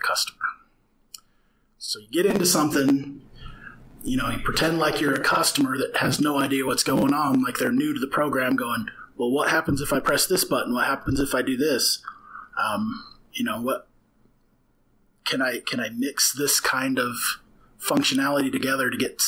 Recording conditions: distortion